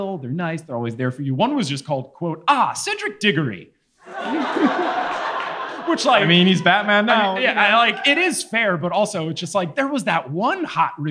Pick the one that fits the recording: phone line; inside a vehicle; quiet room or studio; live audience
live audience